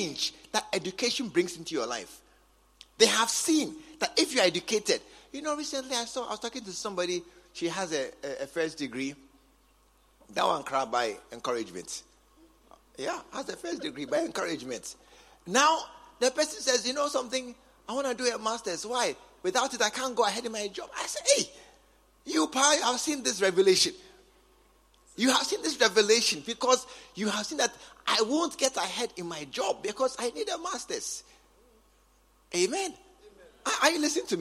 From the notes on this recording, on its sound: Preached at the True Vine Cathedral, Bantama